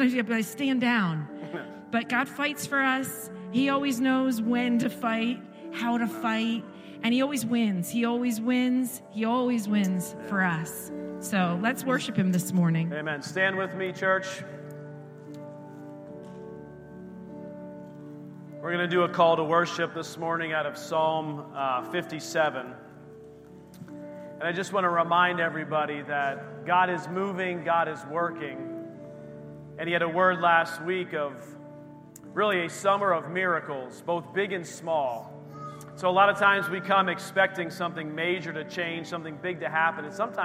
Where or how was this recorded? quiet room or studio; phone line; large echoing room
large echoing room